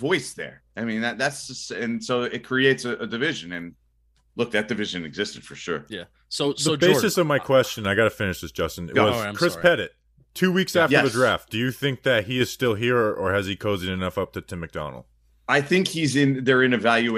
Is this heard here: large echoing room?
no